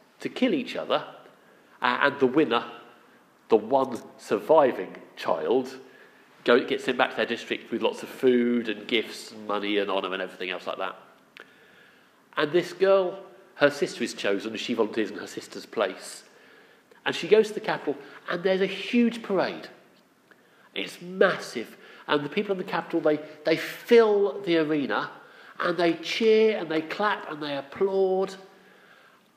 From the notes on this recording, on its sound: Our sermon from the 9am Palm Sunday service